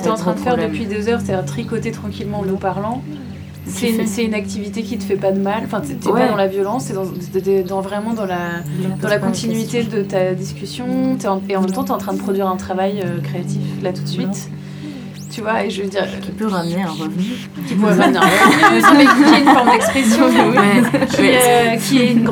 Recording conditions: busy venue